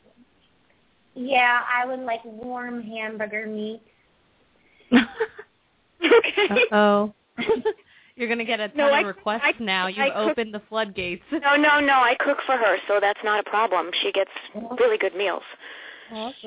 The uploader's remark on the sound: open up the lines for listeners to call